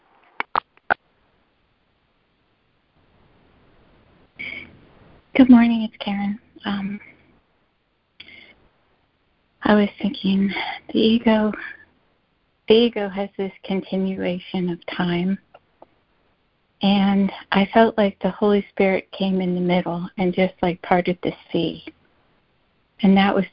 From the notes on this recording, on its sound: ACIM Daily Conference Call